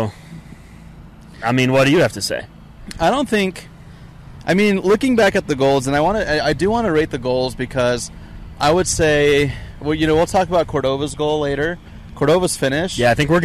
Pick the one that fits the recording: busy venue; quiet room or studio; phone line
busy venue